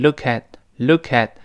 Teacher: 最后那个 t 失去爆破了，因为后面 new 出现别的辅音了